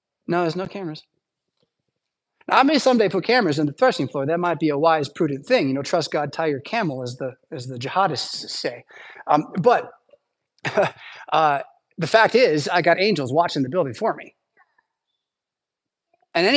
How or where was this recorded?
large echoing room